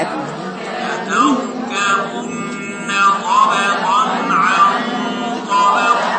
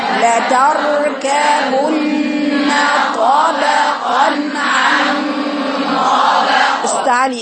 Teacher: عن طبق الغنة مفخمة